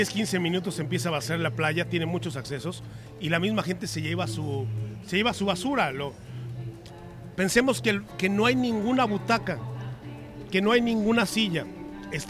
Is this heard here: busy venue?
yes